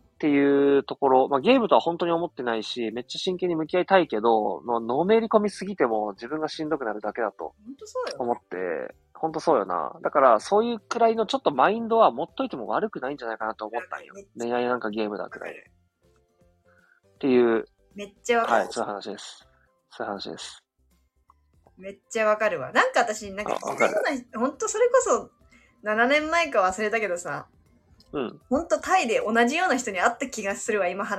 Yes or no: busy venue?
no